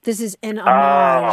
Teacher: You would accent the second syllable if you're talking about the thing itself that you're doing, the tribute itself.